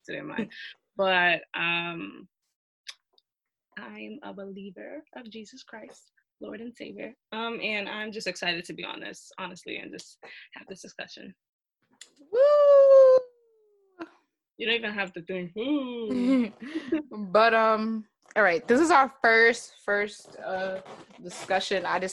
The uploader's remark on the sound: Instead of doing an Insta LIVE discussion I decided to go the route of zoom discussions with my listeners.